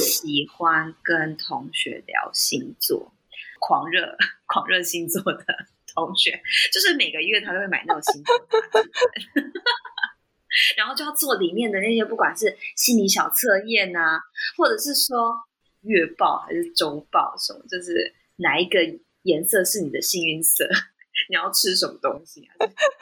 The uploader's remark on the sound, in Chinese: 當周錄音技術上有點小失誤，本集音質有些不佳請包涵～。